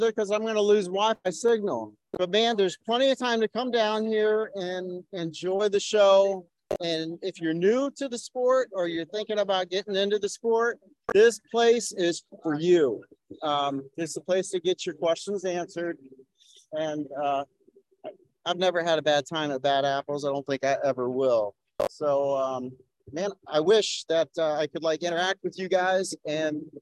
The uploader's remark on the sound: recording at Bad Apples